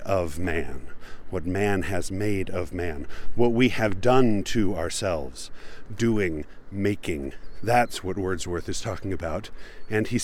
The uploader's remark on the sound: Recorded by the shore of Utah Lake on a windy but pleasant day. My favorite part of this recording is the sounds of the killdeer, which I wish were louder, but of course every time I got close they decided to fly away.